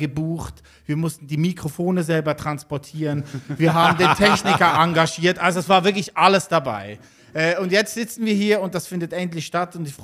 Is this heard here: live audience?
yes